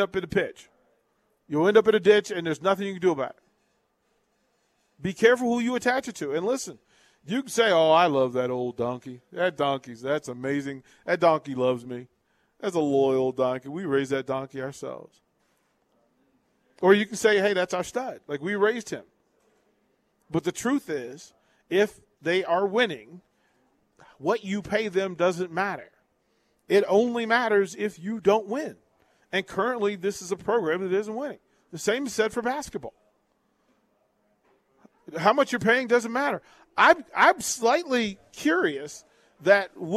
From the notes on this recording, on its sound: Live from Wingstop - 28th & Pine Lake